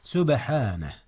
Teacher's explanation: سبحانه، هناك قلقلة في حرف الباء. نعم، إذ هي ساكنة وهي من حروف القلقلة.